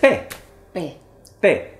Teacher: la P se describe fonéticamente como una oclusiva bilabial sorda